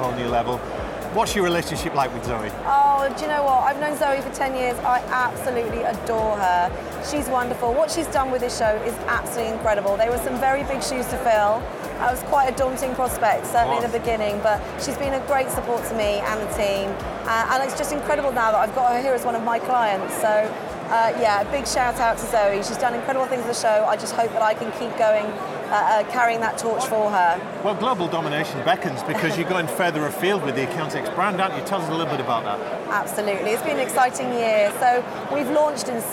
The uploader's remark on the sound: Live from Europe's Biggest Event 'Accountex'. Live interviews from Accountex 2022 in London. AIBN were the official broadcast partners of the event which featured the great and the good in the world of accounting and the many software/fintech vendors to the profession.